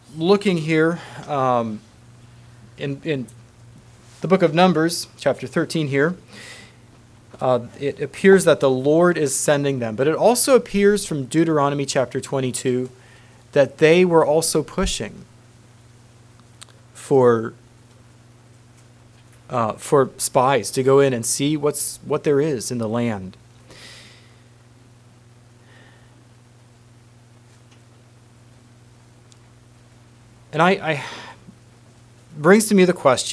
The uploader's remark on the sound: Message preached at Word Of Hope Mennonite Church